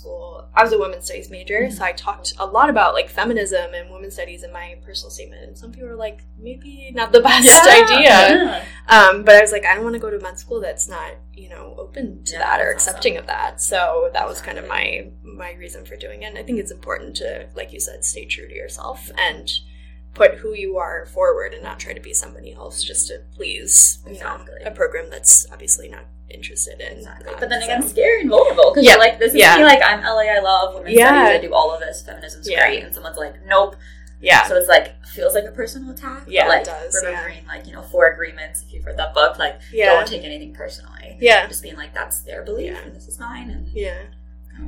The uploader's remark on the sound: the audio unfortunately is not the best